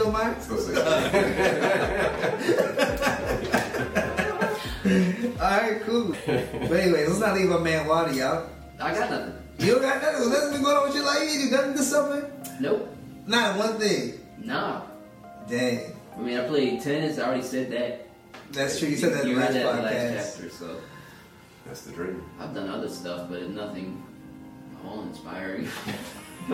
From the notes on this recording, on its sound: Disclaimer: We had some technical difficulty with the audio during the production of this podcast. Our apologies for the audio quality in this particular podcast episode.